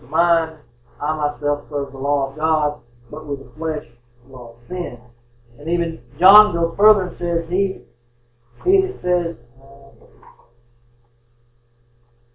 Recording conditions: poor sound quality